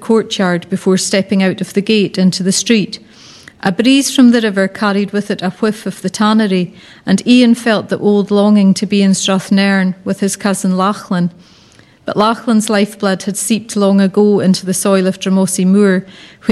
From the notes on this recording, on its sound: In front of a live and lively audience at the new Inverness Festival of Walking & Wheeling.